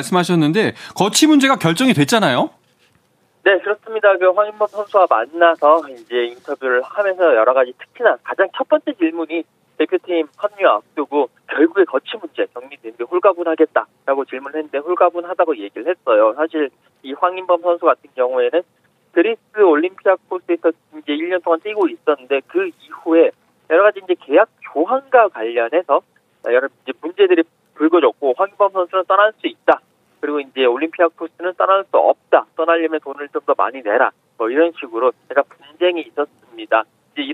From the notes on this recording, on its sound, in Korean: 전화연결